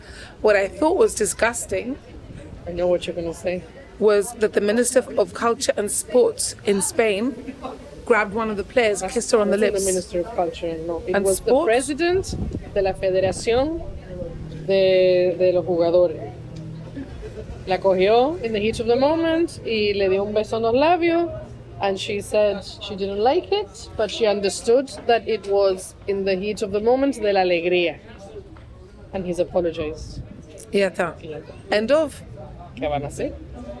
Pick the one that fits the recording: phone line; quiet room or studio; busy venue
busy venue